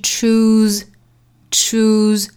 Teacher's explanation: People don't choose dreams.这里面的 choose,首先它后面的这个 se 读浊音的 z